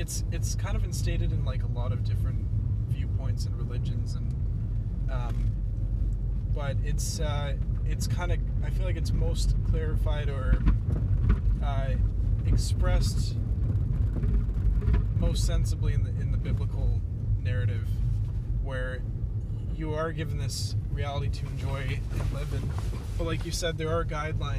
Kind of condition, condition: setting, inside a vehicle